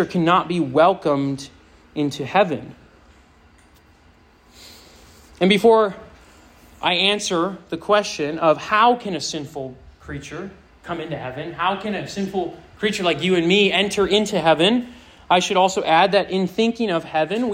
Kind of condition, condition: setting, live audience